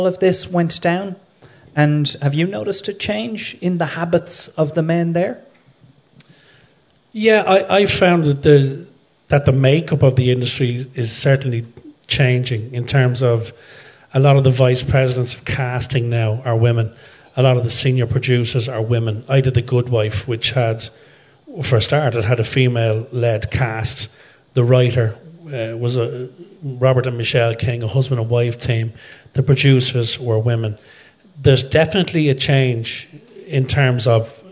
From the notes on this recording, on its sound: In front of a packed Sugar Club in Dublin